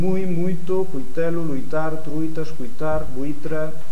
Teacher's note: No canto, por exemplo, do eles do galego estándar, non? A conservación do ditongo ui, isto é moi común, prácticamente en todo o Eonavia pronunciase ui, non oi